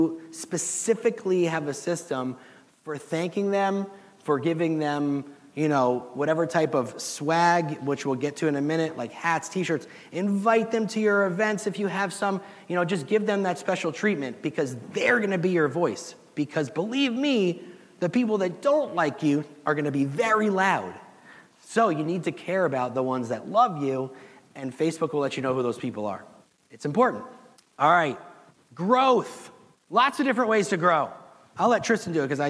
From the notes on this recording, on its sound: the audience at the HyperFast Sales Summit